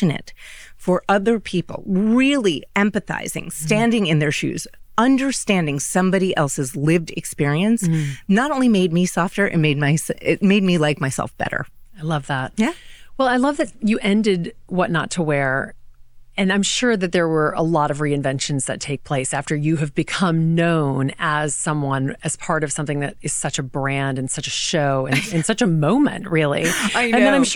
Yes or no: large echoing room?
no